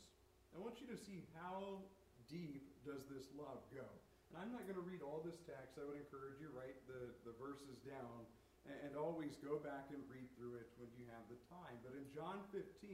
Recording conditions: uneven or low level